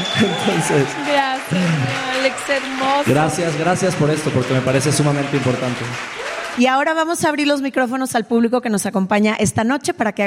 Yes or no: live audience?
yes